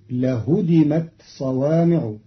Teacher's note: قرأ قالون كلمة لهدمت بتخفيف الدال فتصير لهدمت صوامع بتخفيف الدال، على أنه فعل ثلاثي مجرد.